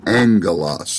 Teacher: Remember, when you have two gammas, you have a gamma nasal, and the first gamma is pronounced as an N